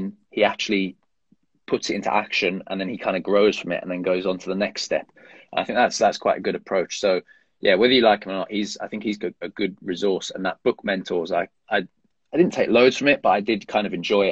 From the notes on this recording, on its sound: I am sharing an Instagram Live